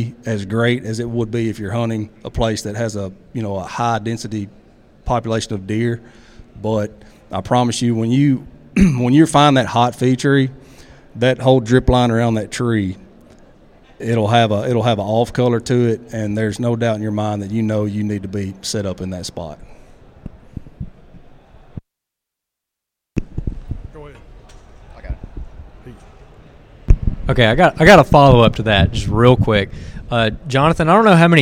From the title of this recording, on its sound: A "Killer" Q & A at The Mobile Hunters Expo